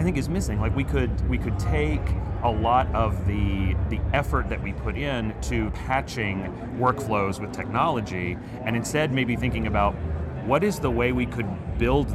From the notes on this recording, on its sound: It’s an Interview in Action live from HLTH.